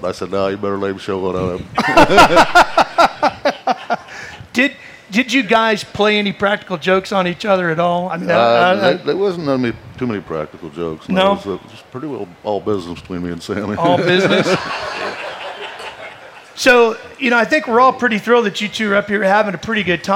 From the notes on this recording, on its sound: Recorded at the 59th Knoxville Nationals in front of a LIVE audience. Two of sprint car racing's biggest names grace the SPEED SPORT stage at the same time!